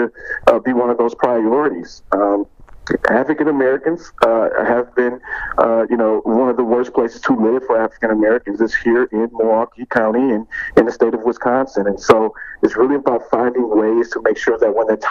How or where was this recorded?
phone line